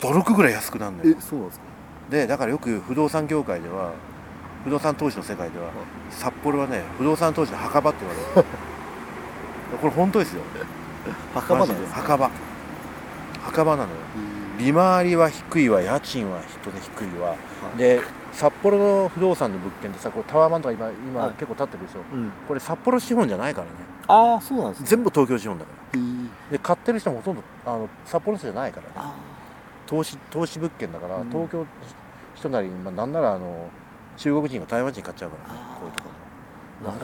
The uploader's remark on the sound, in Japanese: 札幌大通り公園にて行いました。